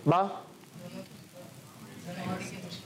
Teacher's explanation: دونوں ہونٹوں کے تر حصے سے. غلطی ہو گئی ہے، خشک نہیں، خشک حصے تو میم ادا ہوتا ہے.